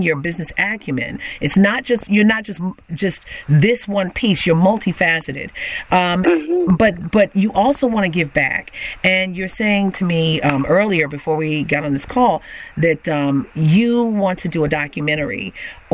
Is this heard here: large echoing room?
no